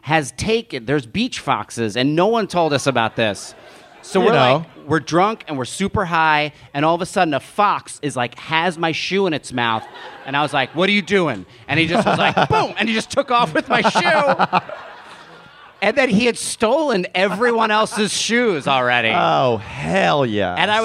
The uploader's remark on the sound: It's Bananas live from Portland!